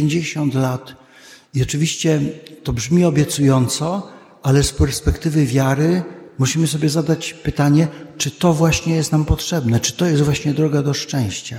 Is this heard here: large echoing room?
yes